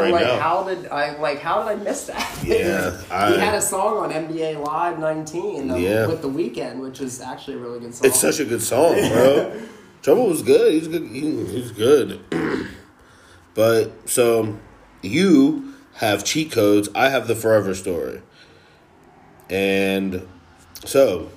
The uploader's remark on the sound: Sorry about the echo. I moved and don't have a great room for this and I'm still on the phone only!